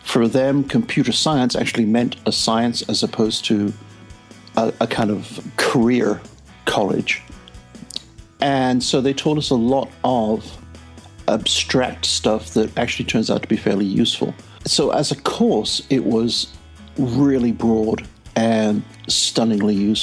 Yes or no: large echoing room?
no